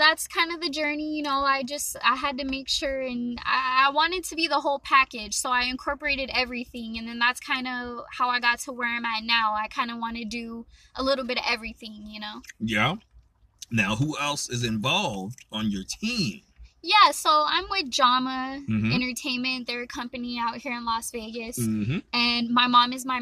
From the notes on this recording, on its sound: Great conversational live interview in the park